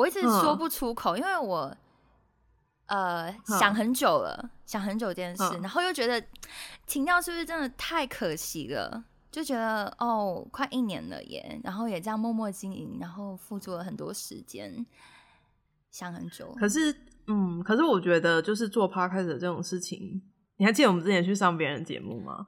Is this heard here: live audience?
no